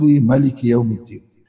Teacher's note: حمزة يقرأ بقصر مالك يوم الدين